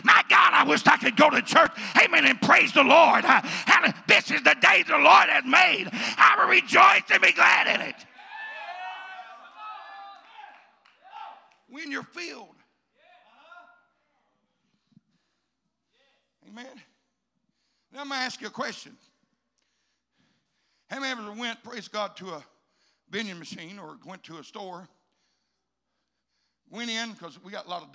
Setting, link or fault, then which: setting, large echoing room